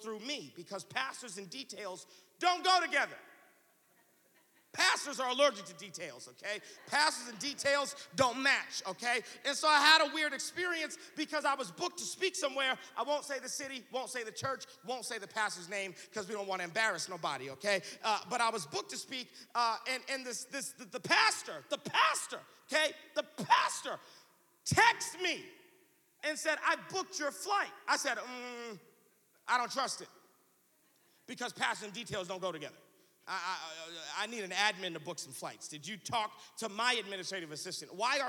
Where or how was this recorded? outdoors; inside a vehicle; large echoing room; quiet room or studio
large echoing room